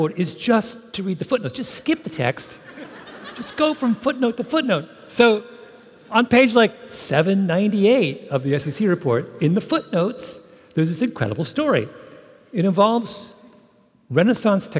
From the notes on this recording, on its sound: on stage at Benaroya Hall as part of SAL’s Literary Arts Series